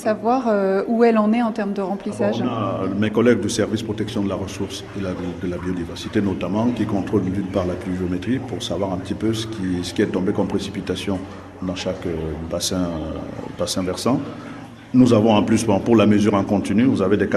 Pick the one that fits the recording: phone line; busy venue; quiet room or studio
busy venue